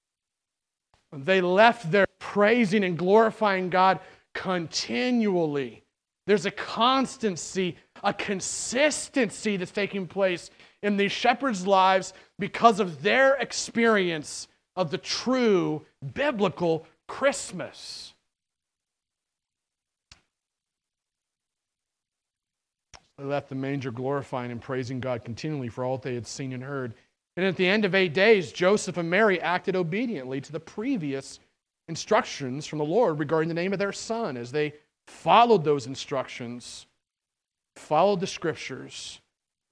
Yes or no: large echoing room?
yes